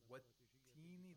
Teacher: the lam sakin is not pronounced